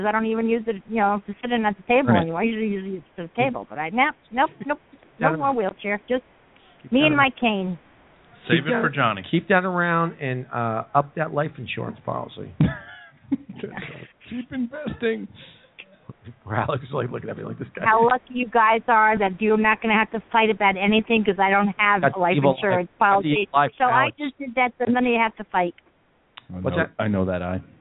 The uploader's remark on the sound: Live from the Oak Barrel in West Orange, NJ